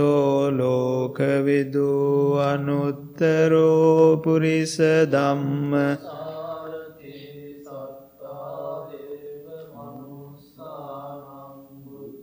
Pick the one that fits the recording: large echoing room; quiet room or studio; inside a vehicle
large echoing room